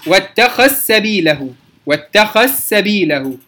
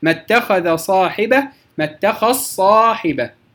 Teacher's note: الذال تدغم في الصاد والسين